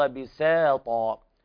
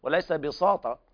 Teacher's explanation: والله جعل لكم الأرض بساطا، هنا التدقيق على ترقيق السين، بساطا بساء وليس بساطة، فلمجاورتها الطاء بعدها فلا بد من الاعتناء بالسين حتى لا تتحول إلى صاد · Shown in: first take